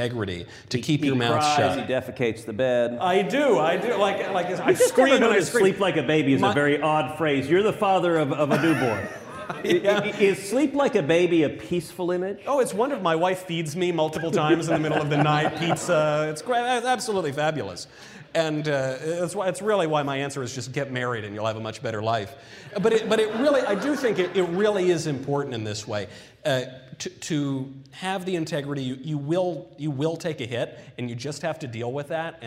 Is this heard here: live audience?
yes